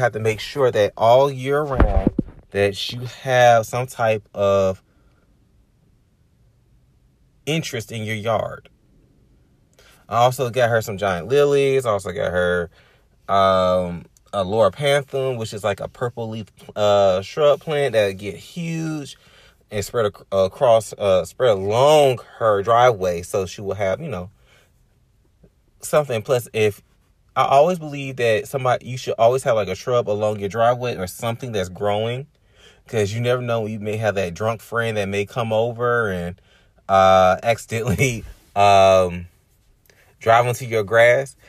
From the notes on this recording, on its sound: Chilling in the car and having random thoughts about the upcoming year.